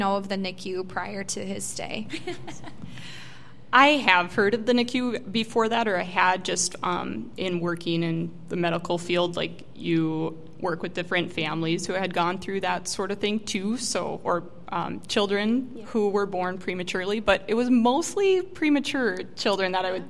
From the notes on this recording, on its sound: The recording from our live podcast event hosted by Thrivent for Giving Hearts Day. At this free event, members of our local community were able to order a coffee.